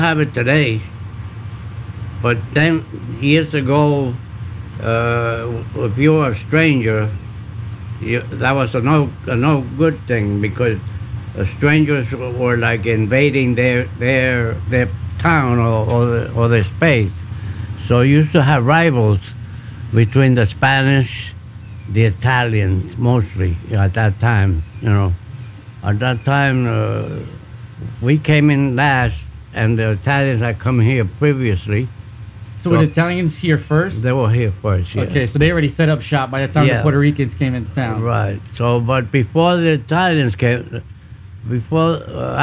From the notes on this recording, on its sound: Over the holiday break I set up the podcast in the backyard just like we would normally do without the microphones, and let the conversation flow.